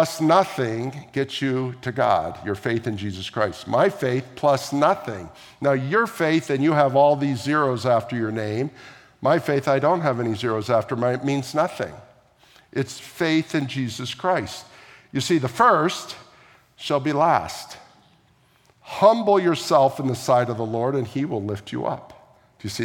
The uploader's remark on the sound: at the March 26, 2023 Sunday morning services of Boca Raton Community Church in Boca Raton, Florida